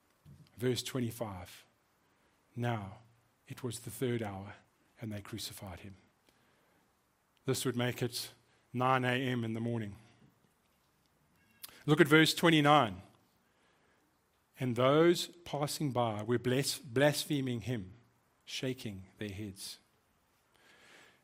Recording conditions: large echoing room